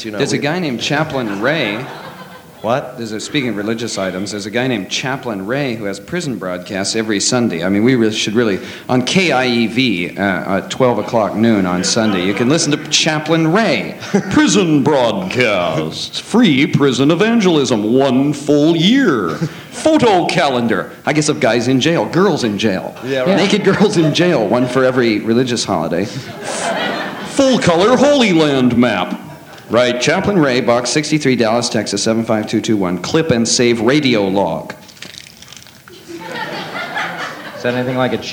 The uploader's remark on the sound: Live At The Ash Grove.